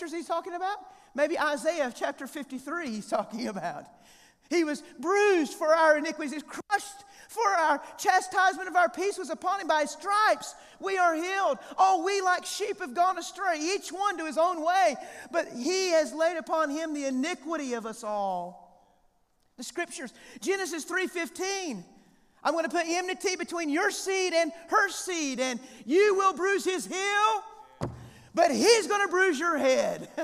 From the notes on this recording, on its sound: The 2023 Evangelism Conference at First West, West Monroe